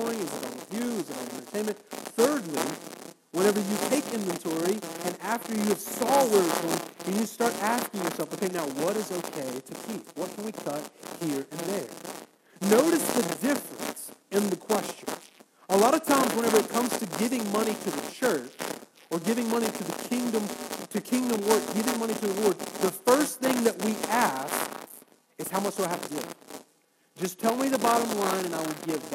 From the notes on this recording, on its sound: Our Apologies for the poor audio